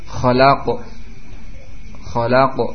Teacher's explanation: cepat penghabisan huruf qaf. Tidak panjang. · Term: syiddah